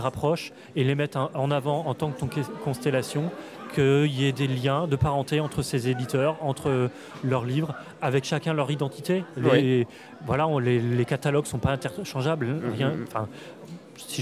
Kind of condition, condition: setting, busy venue